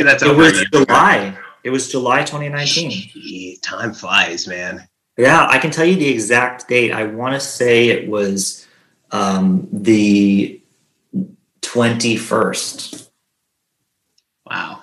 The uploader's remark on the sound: On zoom